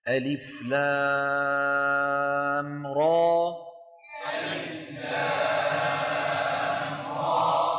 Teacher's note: ما في همزة في النهاية، را.